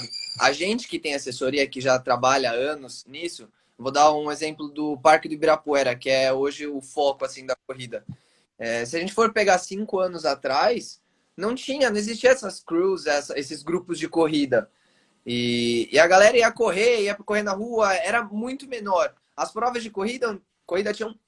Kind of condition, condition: link, video call